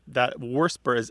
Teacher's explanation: so I hear that extra R get added occasionally · Term: R insertion